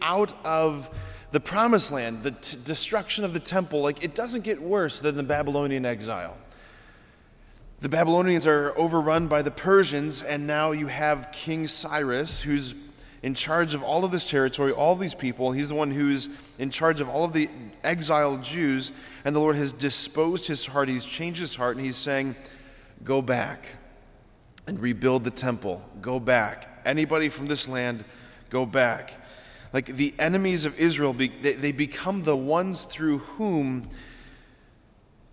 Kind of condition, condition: setting, large echoing room